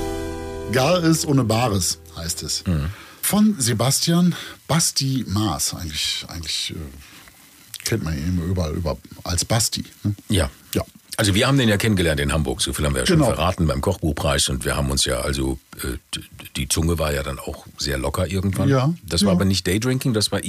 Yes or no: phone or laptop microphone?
no